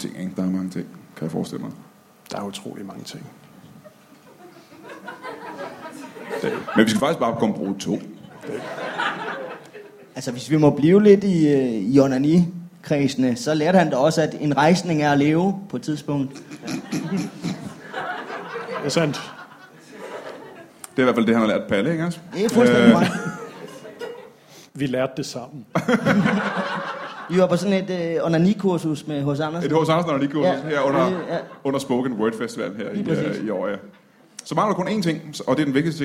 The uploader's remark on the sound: Odense Spoken Word Festival Special LIVE